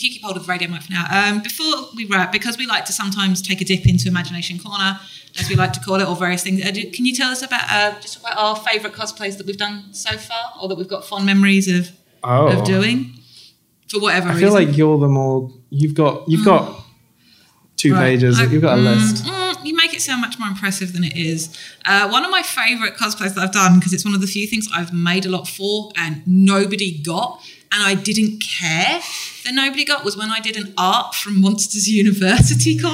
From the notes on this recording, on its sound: It's our first live episode, direct from Nine Worlds Geek Fest! We were surrounded all weekend by stunning cosplay.